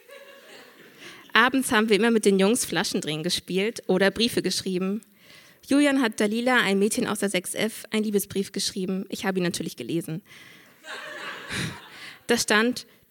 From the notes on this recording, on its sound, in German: Auswahl der Beiträge von der „texte von gestern“-Liveshow am 13.10.2018 im kukoon Kulturkombinat, Bremen. Heißen Dank an das kukoon, unser tolles Publikum.